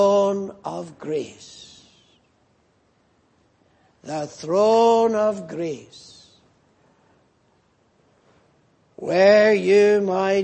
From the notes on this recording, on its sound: Preached in Grafton. At the Lord's Day Morning service on 24th June, 2018.